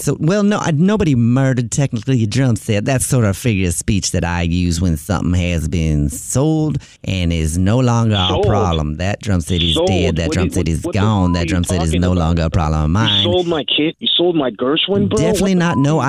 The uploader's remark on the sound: Phone Prank!